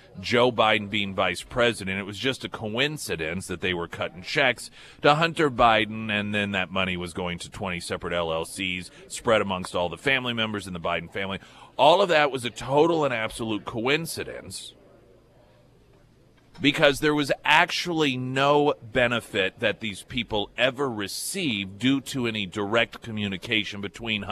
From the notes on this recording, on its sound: live at Scramblers Diner.